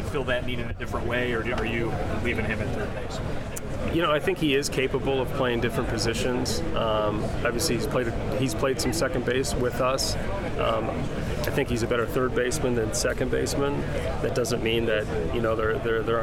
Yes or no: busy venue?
yes